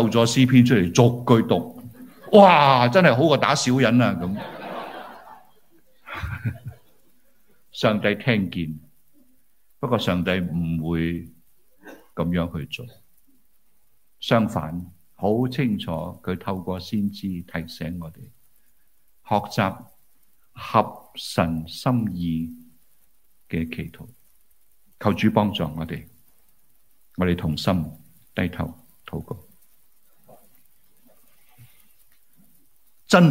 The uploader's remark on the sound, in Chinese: 於紐西蘭奧克蘭為主場地，並現場直播至十個位於澳洲不同城市的聚會點，共有接近1000人出席